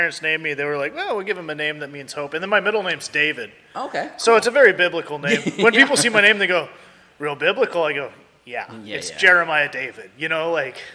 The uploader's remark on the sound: Recorded at Wildman Gastro Pub in Olympia Wa!